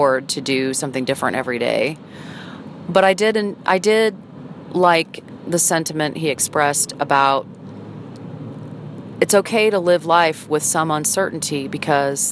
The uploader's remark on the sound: records a daily audio journal while driving her car